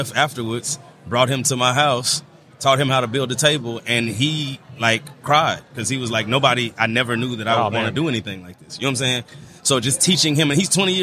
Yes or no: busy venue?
yes